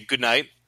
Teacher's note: It's because of how we pronounce it. Because the D kind of flows right into the N when you say it, because of how you use your tongue to say goodnight